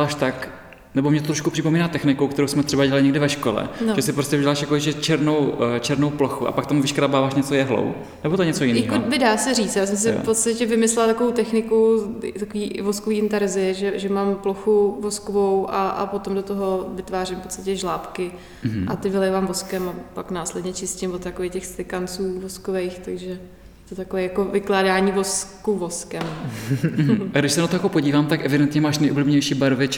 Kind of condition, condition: setting, large echoing room